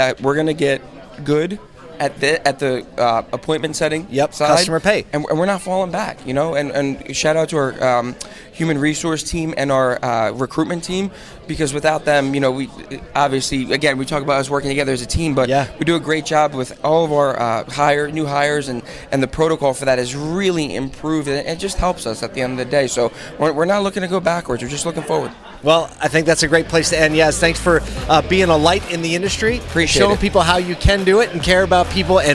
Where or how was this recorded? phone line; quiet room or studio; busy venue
busy venue